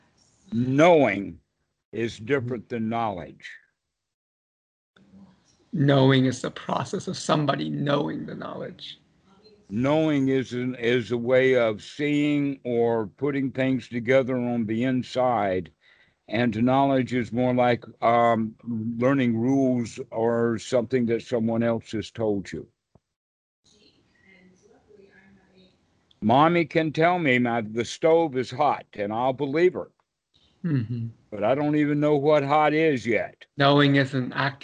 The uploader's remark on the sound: skype calls on this channel